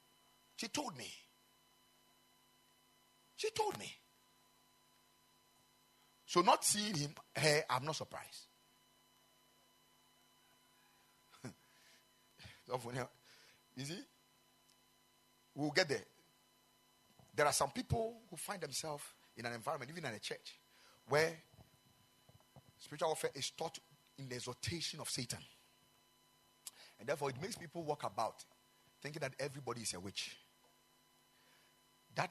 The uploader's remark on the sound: Preached at the Ekklesia Chapel